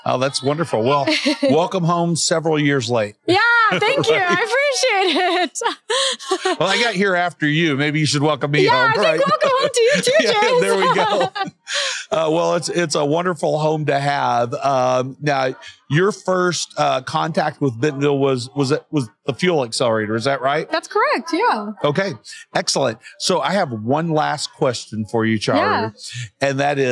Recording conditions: busy venue